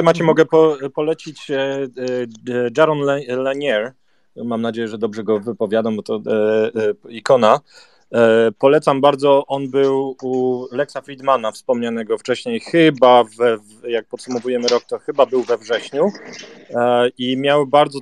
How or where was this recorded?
video call